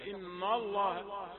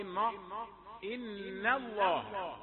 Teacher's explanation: إن نون مرققة، عندما تدخل على لفظ الجلالة احذر، ما تقول إن الله، فخم النون تبعا للام المفخمة، لا، إن الله هي إن إن الله، إن الله تأتي بالنون مرققة أولا، ثم تدخل على لام لفظ الجلالة · Shown in: second take